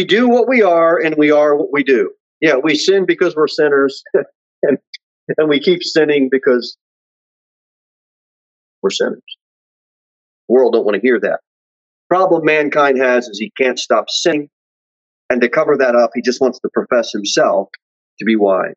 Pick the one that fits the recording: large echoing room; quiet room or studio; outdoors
large echoing room